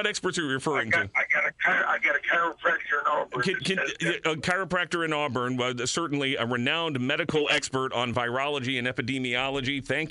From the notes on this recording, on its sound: listeners call